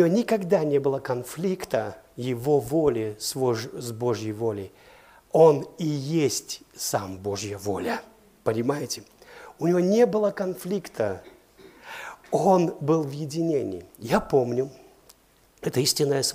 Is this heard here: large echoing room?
yes